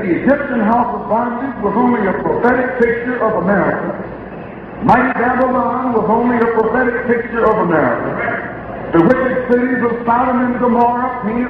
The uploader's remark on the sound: Abyssinian Baptist Church June 12 1963